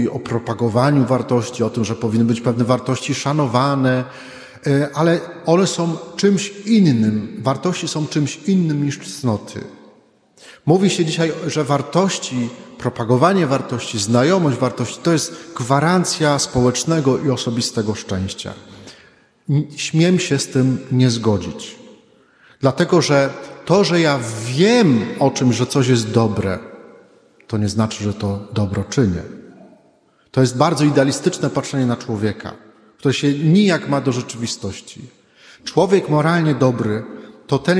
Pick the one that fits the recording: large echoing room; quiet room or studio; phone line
large echoing room